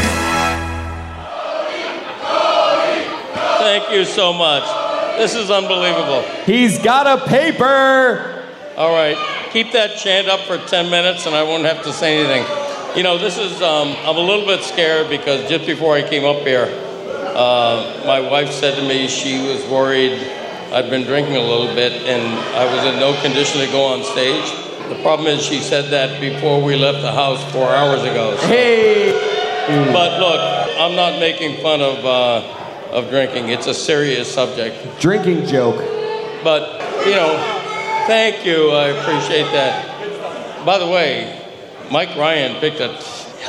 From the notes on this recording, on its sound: live on-stage performance at the Le Batard Show’s “Menos Miami” fan event